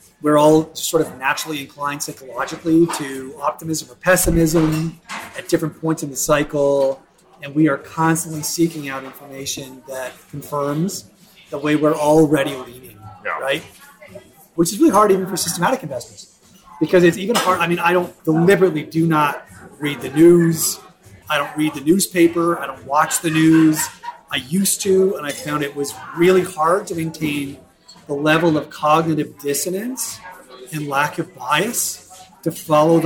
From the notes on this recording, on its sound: We thought it would be fun to just sit down at a bar without an agenda and just record the stuff we would have been talking about anyway.